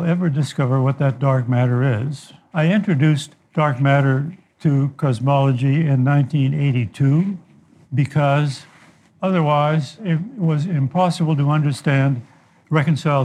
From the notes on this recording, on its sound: take questions from our live audience